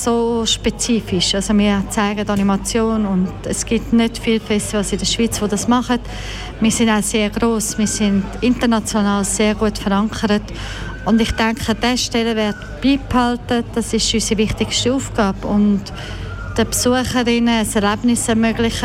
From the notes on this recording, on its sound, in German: Festivalausgabe live aus dem Merkerareal in Baden.